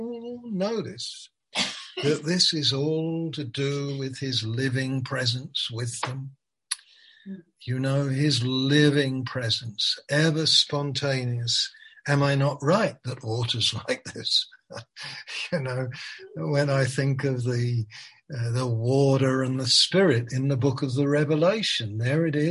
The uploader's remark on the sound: Malaysia Meets (Zoom)